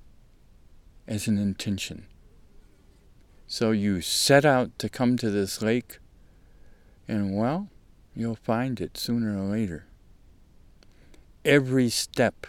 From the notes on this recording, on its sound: RECORDED THIS SUMMER, at a beautiful alpine lake in the North WALLOWAS